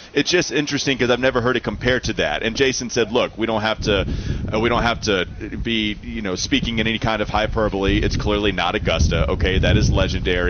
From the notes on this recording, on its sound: Get off the bus live from the Wells Fargo Championship at Quail Hollow.